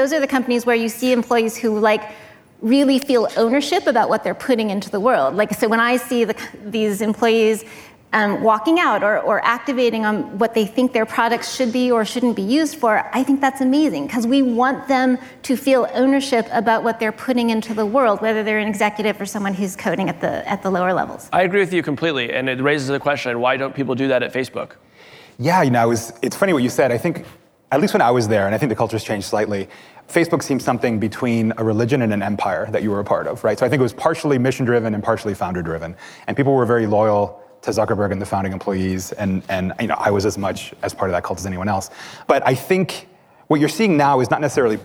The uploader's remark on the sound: Live at Code 2019. In these live interviews from the 2019 Code Conference.